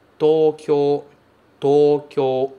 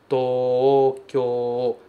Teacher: Tem prolongamento nos dois O's